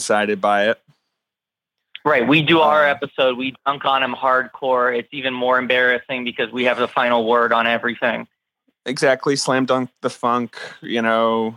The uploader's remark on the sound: call in remotely